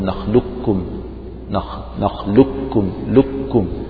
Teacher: تنطق اللام ثم الكاف المشددة · Term: الإدغام الكامل